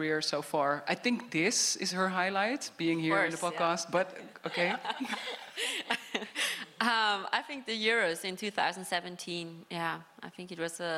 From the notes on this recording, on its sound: In this episode, recorded live in Turin, we take a look at the development of the women’s game.